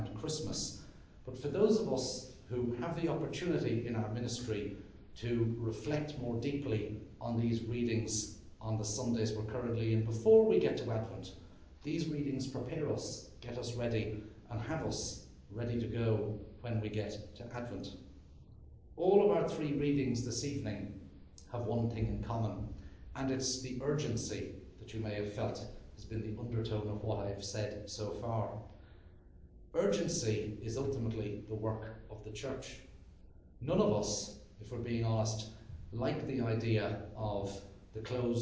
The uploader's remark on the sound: Sermon delivered at the Church of Ireland Theological Institute